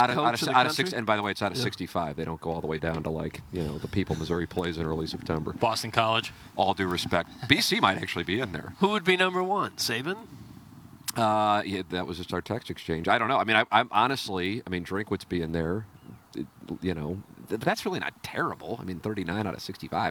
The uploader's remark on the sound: Live from the TMA Hit & Giggle. Action on the short game area.